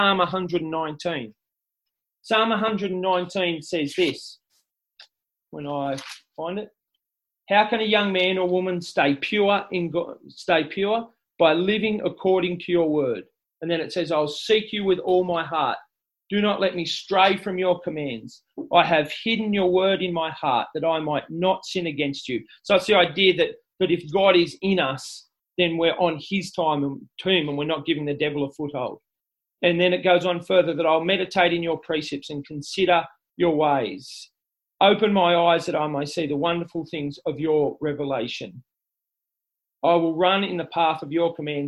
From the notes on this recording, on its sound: This talk was delivered via Zoom.